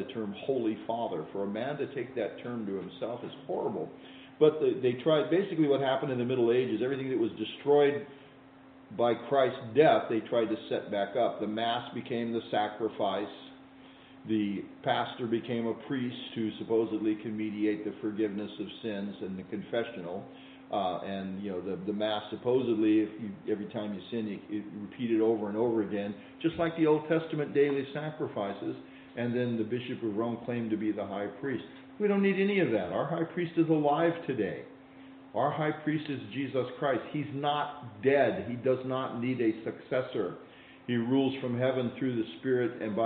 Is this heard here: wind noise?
no